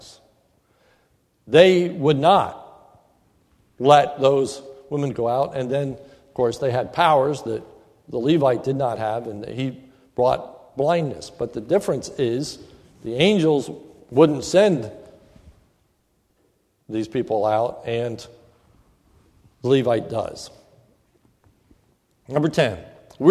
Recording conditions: large echoing room